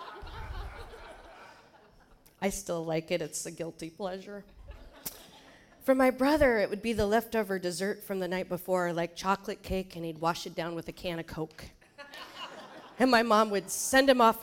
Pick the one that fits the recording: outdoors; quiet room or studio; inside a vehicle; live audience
live audience